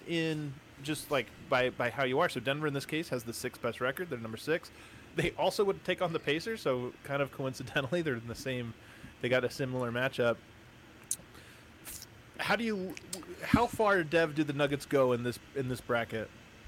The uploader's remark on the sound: LIVE from The DNVR Bar!